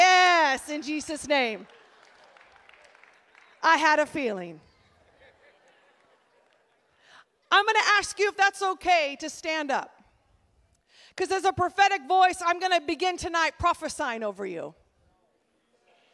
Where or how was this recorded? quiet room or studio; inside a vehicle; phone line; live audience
live audience